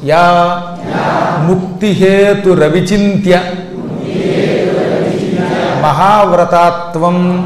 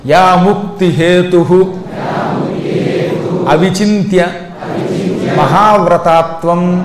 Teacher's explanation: ఆ విసర్గ ఉన్నప్పుడు ఆ వస్తే అది కాస్త రా అవుతుంది అనమాట · Shown in: first take · కాబట్టి రవి అనుకోకండి, అది రవి కాదు, సంధి వల్ల వచ్చిన రా.